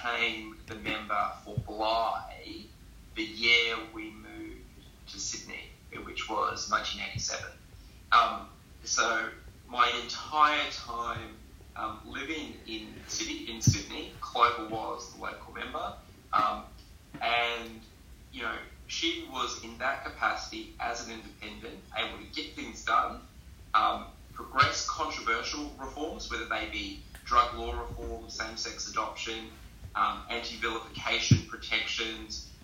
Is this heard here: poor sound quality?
yes